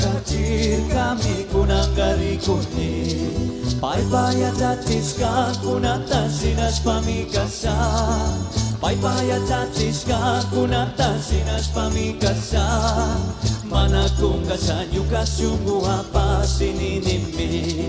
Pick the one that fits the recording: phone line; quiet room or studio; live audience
live audience